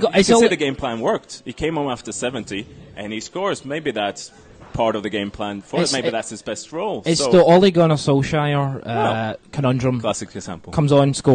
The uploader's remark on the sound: the fully unedited audio from Thursdays Post Match Press Conference